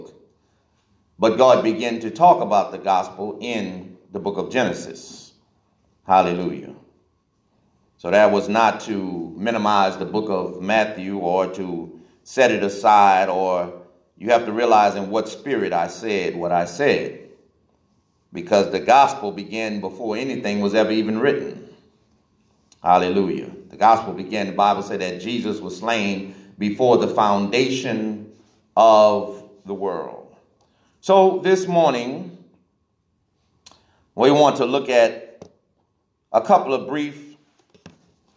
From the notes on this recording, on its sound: This message was recorded in the sanctuary of Divine Mission House Of Prayer